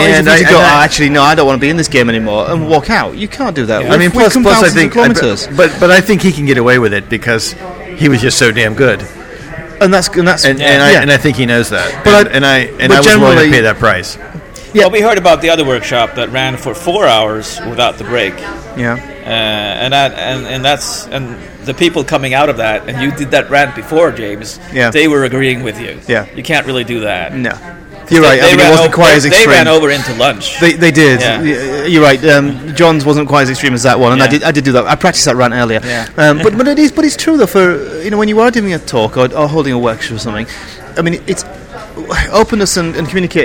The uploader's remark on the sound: In the bar of the Tryp Oriente at the end of day 2 of UXLx 2013 we settle down with a beer and reflect on the conference so far.